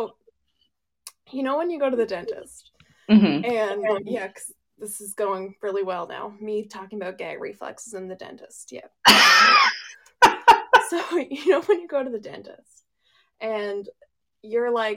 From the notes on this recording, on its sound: we’re aware that the audio is a bit off as we were figuring things out